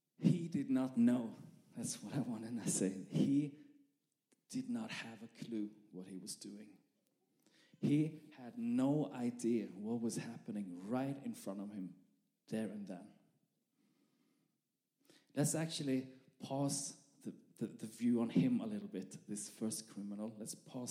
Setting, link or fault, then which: setting, live audience